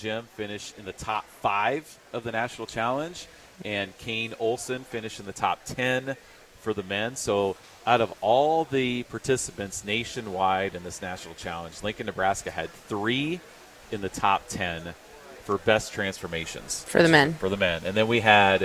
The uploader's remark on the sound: LIVE from the Home & Garden Show